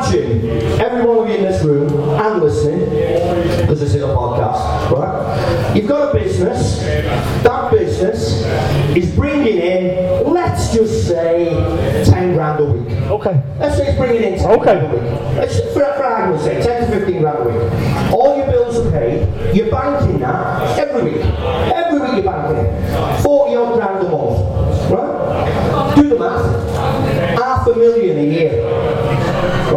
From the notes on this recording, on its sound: Comes live from EBGB's in Liverpool. Yes the sound isn't amazing, see it like one of those 80's demos a punk band recorded in their garage.